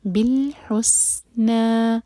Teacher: بالحس، ہا کے اوپر دومہ، ہا کو حلق سے ادا کریں گے اور دومہ کے لیے ہوٹ گول ہوں گے، لیکن جب سین پر پہنچے تو ہمارے ہوٹ فلیٹ ہو جائیں